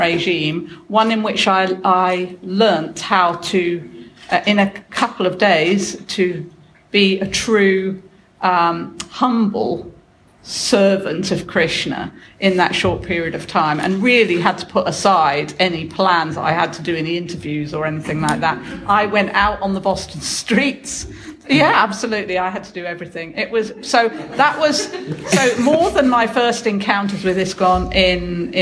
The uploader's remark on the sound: This podcast is a roundtable discussion at the ISKCON 50 conference at Bath Spa University, 2016.